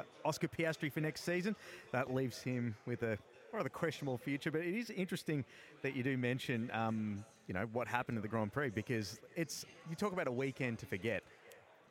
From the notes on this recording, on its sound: Ventured out of the studio to soak in the sights and sounds as we had our second on location live broadcast from The Star on the Gold Coast.